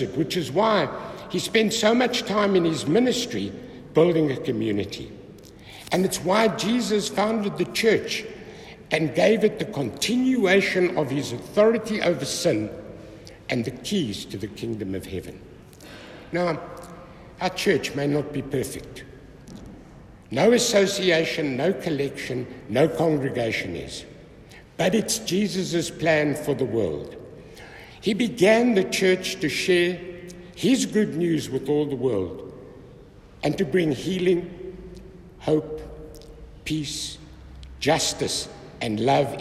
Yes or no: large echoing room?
yes